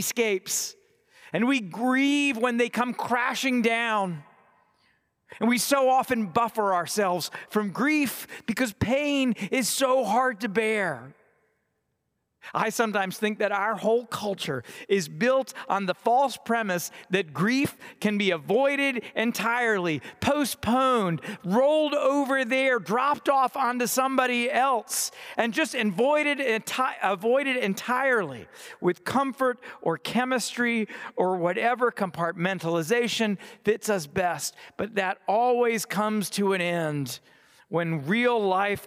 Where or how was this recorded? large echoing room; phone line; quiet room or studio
large echoing room